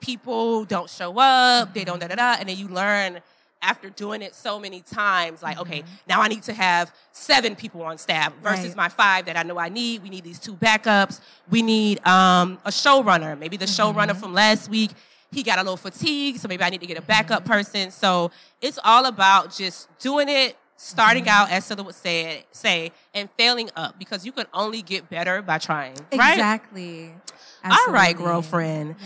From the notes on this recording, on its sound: we're live at Afrotech in Austin, TX!